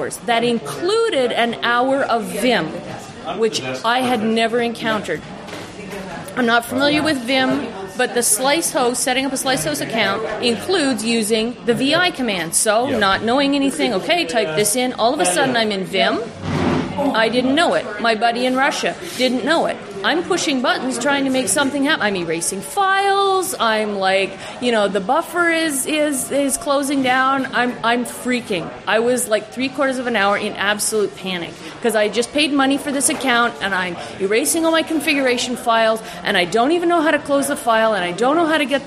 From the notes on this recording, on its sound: From the RubyFringe conference in Toronto.